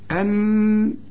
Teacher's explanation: وفي غنة بتاعت النون اللي بعدها الكاف، الكاف من حروف الإخفاء